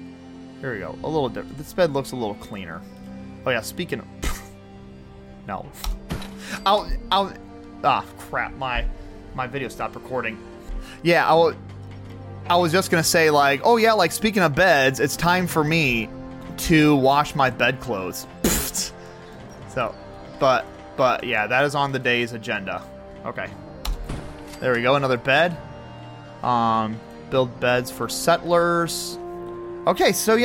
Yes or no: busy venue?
no